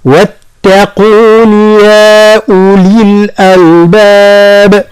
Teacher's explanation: حذاري من تفخيم الواو والتاء تفخيم هو للقاف